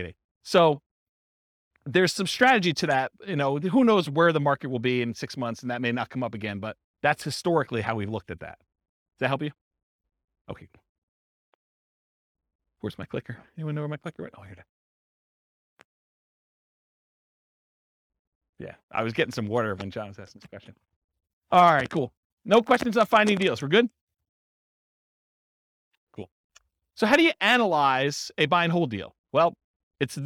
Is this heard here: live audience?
yes